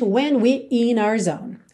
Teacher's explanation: Essa última frase, when we're in our zone, você nem ouve esse RE de we're. Soa praticamente when we're in our zone, Ok?